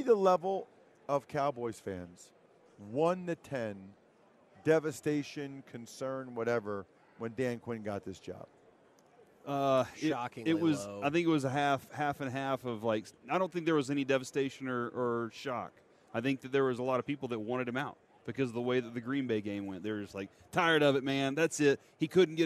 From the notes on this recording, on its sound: LIVE from Radio Row in Las Vegas!